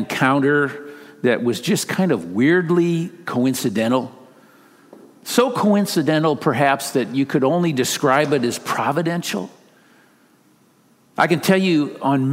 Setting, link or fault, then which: setting, large echoing room